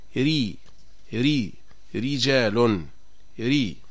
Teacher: أما إذا كانت الراء مرققة فلا يتقعر اللسان ولا يتراجع لسان المزمار